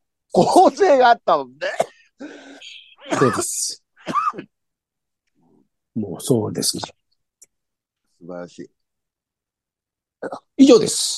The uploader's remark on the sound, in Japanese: ZOOMで収録。